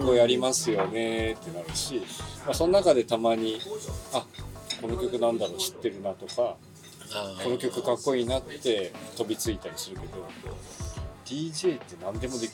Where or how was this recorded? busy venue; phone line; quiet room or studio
busy venue